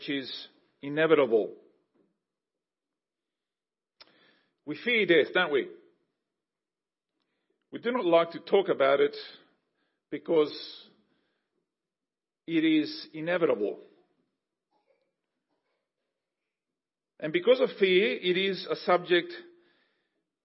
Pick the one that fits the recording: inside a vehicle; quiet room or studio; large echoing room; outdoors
large echoing room